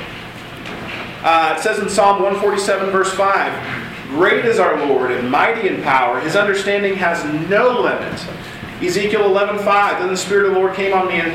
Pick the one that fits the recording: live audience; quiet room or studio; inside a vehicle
live audience